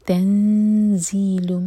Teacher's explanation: تن زا کے لیے اخفا اور پھر زا پر بزنگ ساؤن